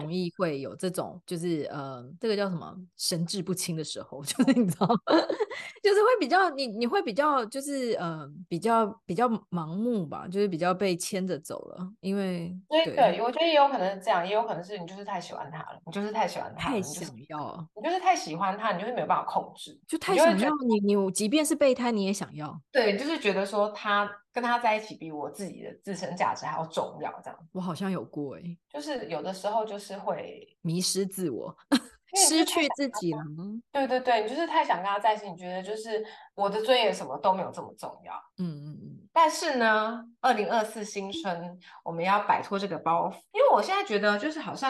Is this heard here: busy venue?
no